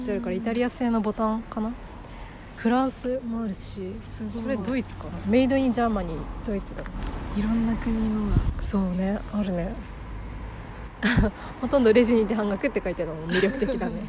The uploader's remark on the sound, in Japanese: 生地を扱うお店が90軒以上も集まる繊維街でのロケの様子と、日暮里・元映画館で収録したトークをお届けします。ロケ地 元映画館、ZAKZAK、E&SON FABRIC。